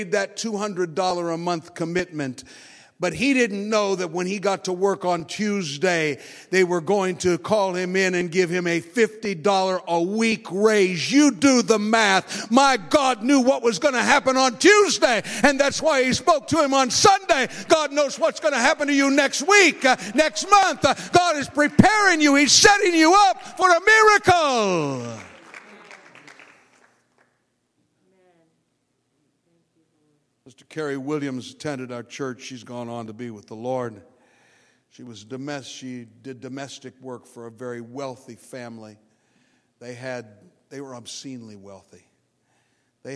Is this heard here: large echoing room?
yes